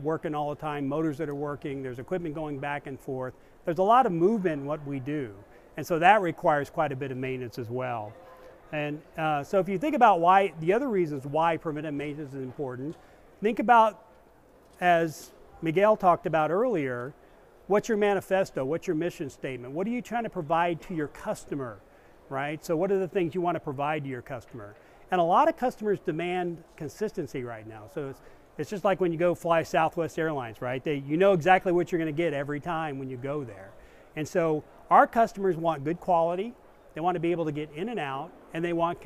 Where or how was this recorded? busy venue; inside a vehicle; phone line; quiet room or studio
busy venue